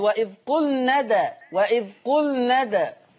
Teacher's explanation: بيني قلقلة الدال، تحريك حرف الدال